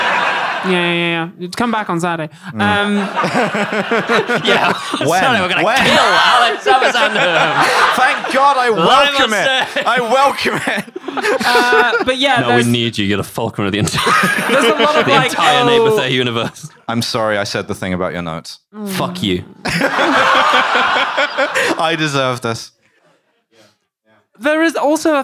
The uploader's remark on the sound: Recorded live at the Streatham Space Project.